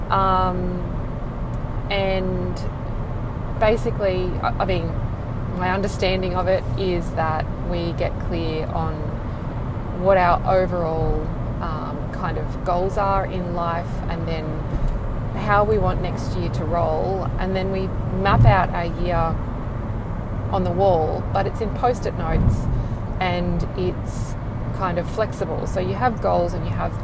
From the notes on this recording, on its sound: I'm out and about so there's some background noise...